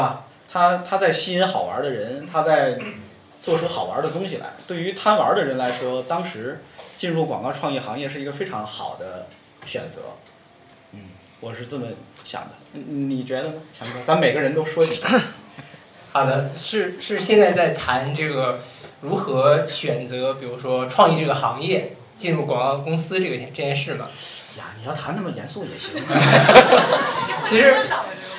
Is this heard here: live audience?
yes